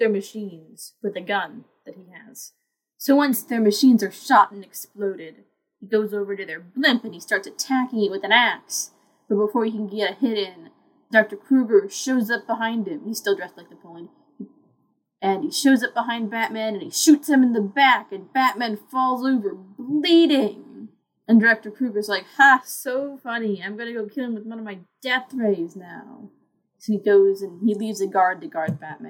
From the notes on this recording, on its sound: Sorry about the audio.